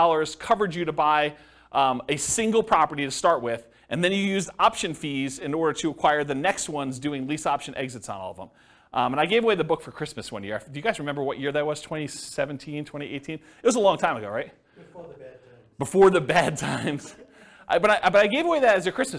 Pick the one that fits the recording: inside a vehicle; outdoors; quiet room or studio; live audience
live audience